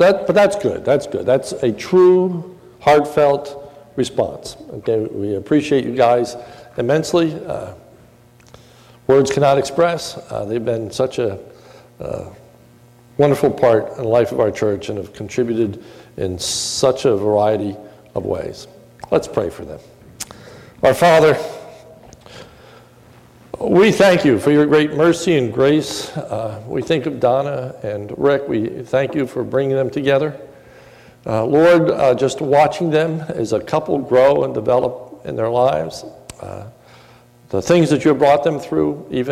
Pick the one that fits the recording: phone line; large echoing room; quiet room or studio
large echoing room